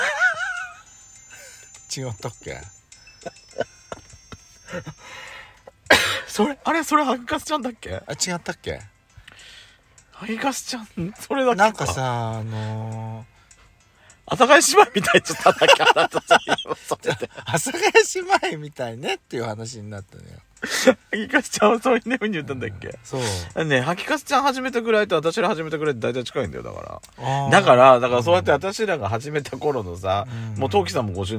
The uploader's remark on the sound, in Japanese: 2人組。パーキング収録。